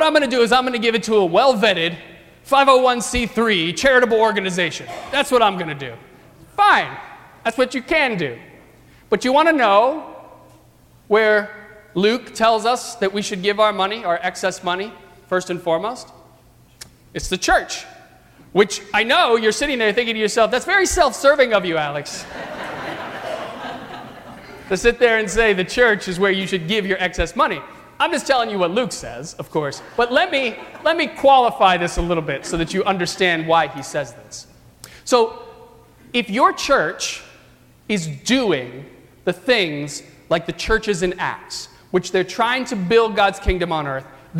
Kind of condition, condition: setting, large echoing room